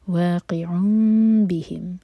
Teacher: next word با سے شروع ہو رہا ہے تو اقلاب کریں گے، نون کا ساؤنڈ میم میں چینج ہوا